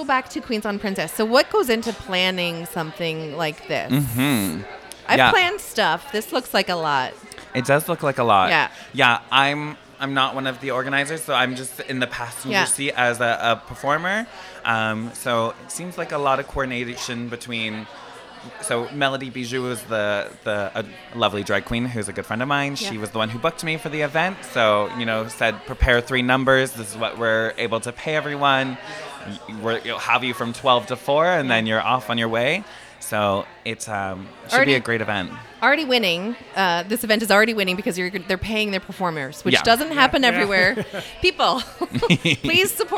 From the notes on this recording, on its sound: LIVE from Jane Bond. Head to Jane Bond in Uptown Waterloo to celebrate the opening of the front patio and the pedestrianized Princess St Block!